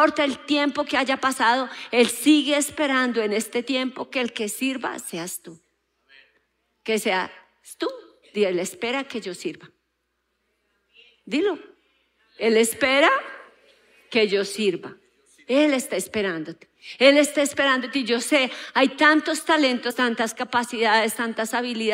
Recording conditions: large echoing room